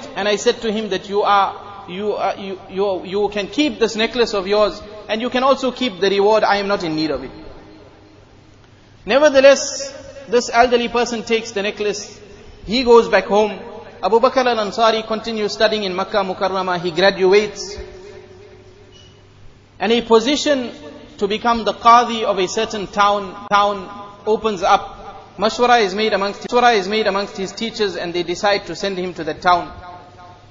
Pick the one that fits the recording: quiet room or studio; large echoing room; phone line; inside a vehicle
large echoing room